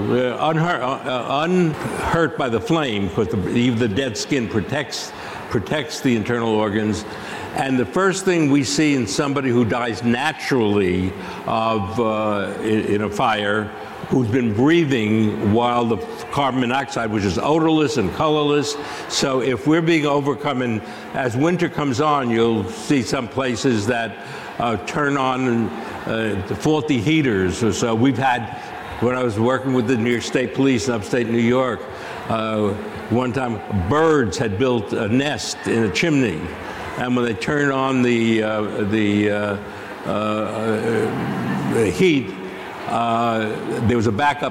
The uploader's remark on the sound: Live From CrimeCon 2023. CrimeCon partnered with Fox Nation to livestream select sessions over the weekend.